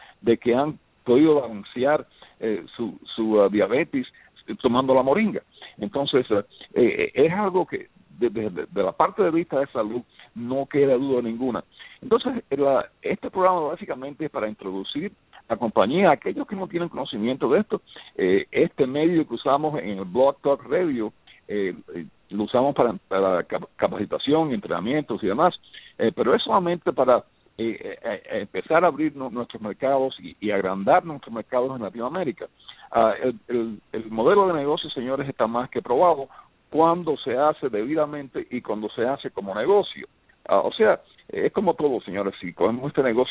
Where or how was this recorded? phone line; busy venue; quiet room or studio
phone line